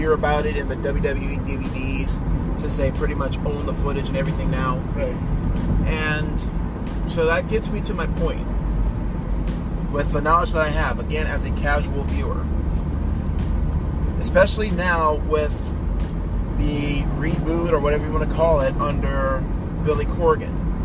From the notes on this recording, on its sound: The Ride Home from CWFH. You sitting in the back seat listening as two big wrestling fans share their passion.